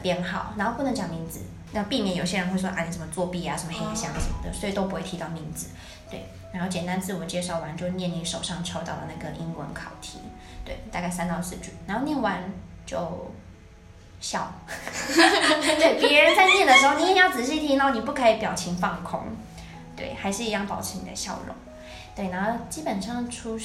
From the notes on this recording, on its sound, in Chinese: 本集因場地錄音關係，技術不夠成熟，些許回音或雜音， 已利用一些背景音樂遮掉請各位見諒